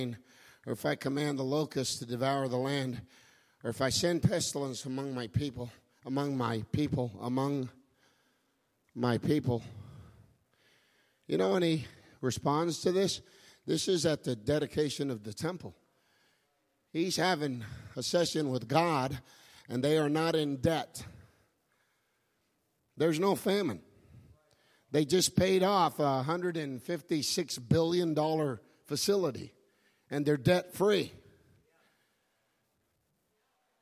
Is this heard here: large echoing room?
yes